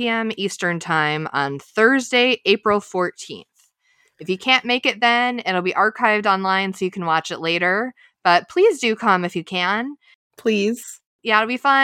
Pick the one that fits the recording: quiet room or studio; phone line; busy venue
quiet room or studio